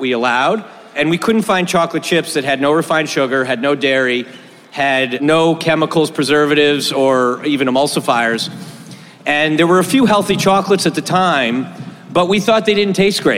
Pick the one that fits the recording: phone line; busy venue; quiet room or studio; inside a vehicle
busy venue